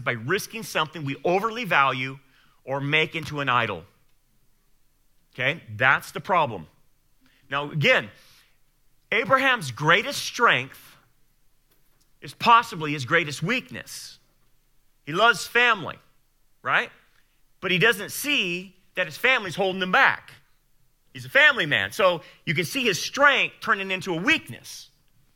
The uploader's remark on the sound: Sermon Audio Sunday Service.